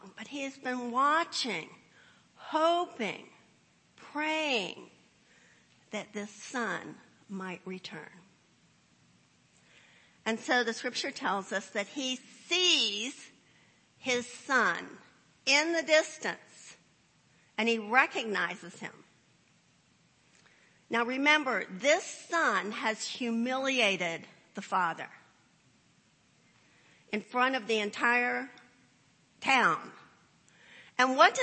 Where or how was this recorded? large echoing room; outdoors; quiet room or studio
large echoing room